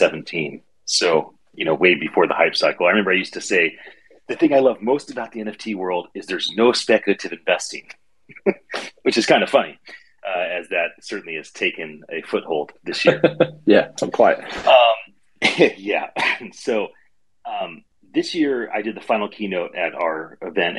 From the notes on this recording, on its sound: Recorded LIVE on Twitter Spaces